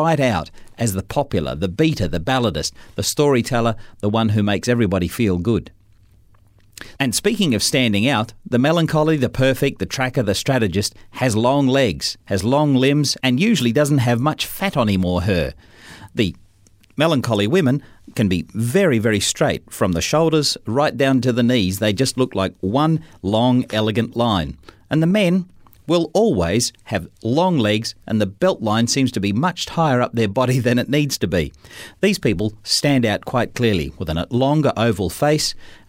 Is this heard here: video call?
no